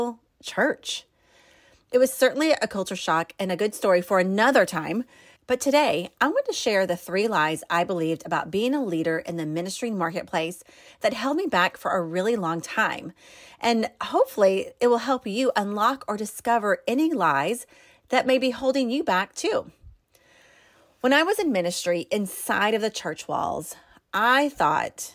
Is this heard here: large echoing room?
no